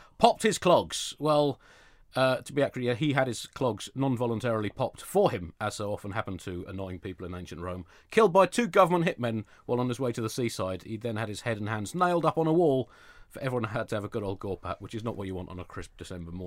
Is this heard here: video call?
no